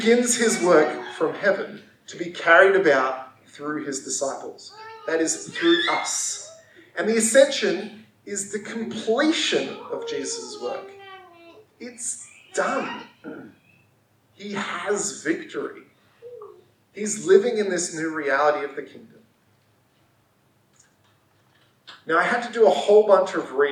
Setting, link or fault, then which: fault, poor sound quality